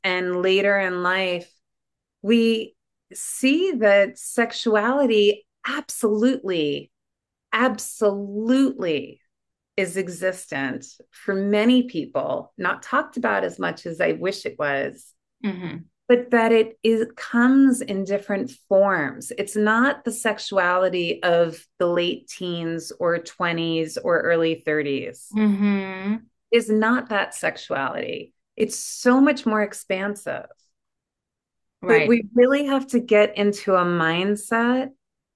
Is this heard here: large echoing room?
no